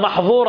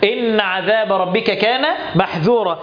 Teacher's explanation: يبقى أنت لما هنا ما تحرصش على صفة الاستفال والانفتاح وتخلي بالك من الإطباق، يعني ما تجيبش إطباق في الذال هنا أو ما تجيبش فيها تفخيم ولا إطباق، تشتبه بالظه · Shown in: second take · تبقى بدأ إن عذاب ربك كان محذورا، تبقى محظورة، غيرت المعنى، يبقى إن عذاب ربك كان محذورا.